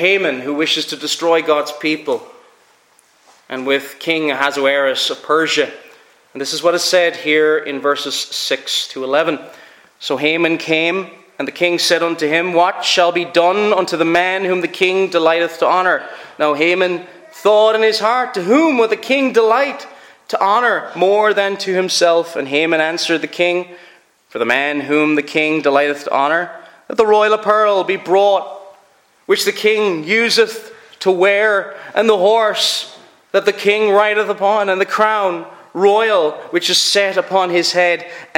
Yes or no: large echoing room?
yes